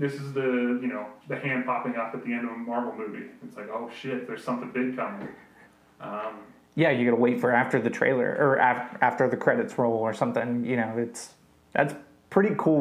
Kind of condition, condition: fault, poor sound quality